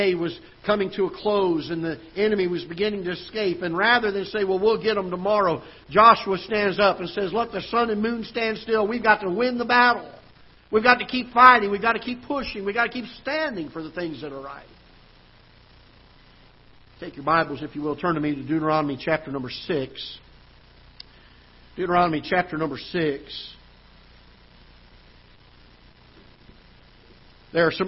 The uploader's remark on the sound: Ketha Heights Baptist Church ~ Live Broadcast